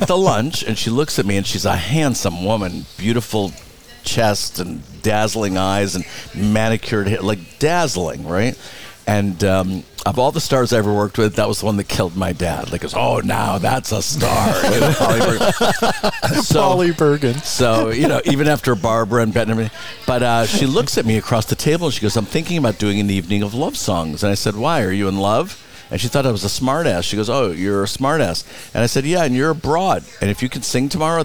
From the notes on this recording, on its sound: Live from Skip Paige's Little Bar , the Center of the Coachella Valley Universe in Palm Desert. Live from Skip Paige's Little Bar , the Center of the Coachella Valley Universe in Palm Desert.